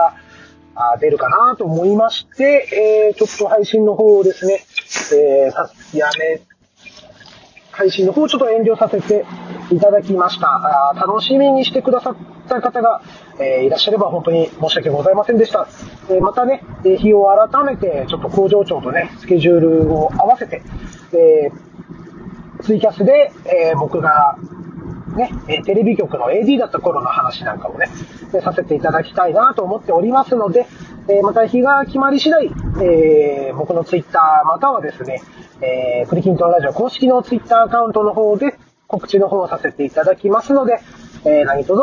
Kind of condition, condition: setting, inside a vehicle